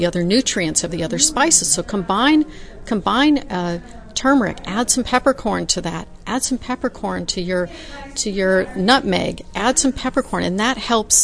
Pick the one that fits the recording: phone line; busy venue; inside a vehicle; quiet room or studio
busy venue